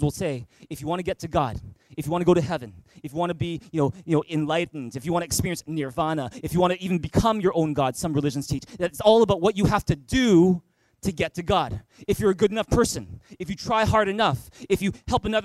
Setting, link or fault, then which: setting, large echoing room